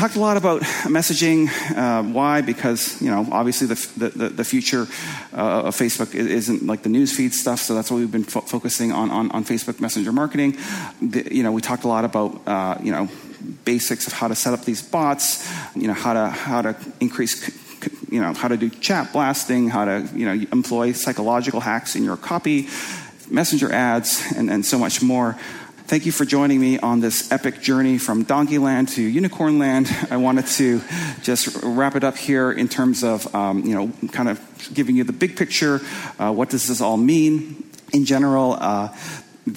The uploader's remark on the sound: presentation from the Marketing School Live event in Los Angeles